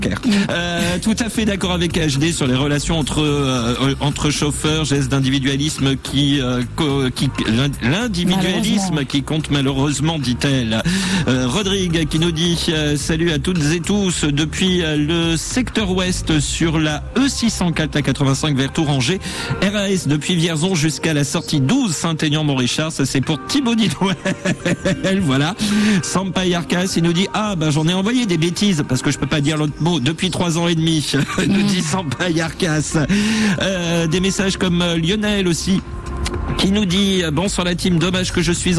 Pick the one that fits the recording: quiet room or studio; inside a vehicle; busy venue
busy venue